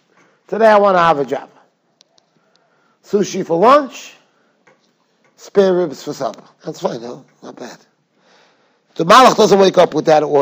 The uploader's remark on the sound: Shiur recorded in Yeshivas Ohr Reuven, Monsey, NY.